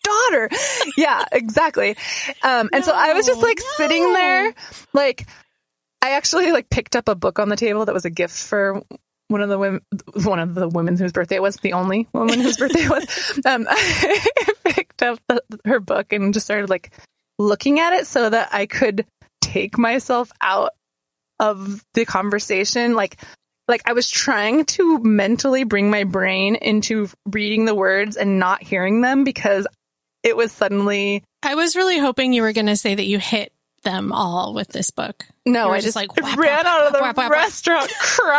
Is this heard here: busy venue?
no